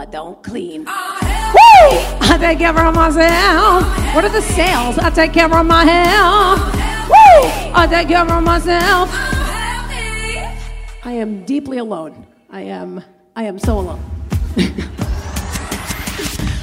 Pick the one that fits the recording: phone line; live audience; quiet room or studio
live audience